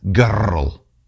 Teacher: the people from Galilee actually spoke with what's called a burr, which is like a trill, a Scottish trill. If you think about somebody from Scotland with a Scottish accent, and they'll say the word girl as girl, with a trilling R.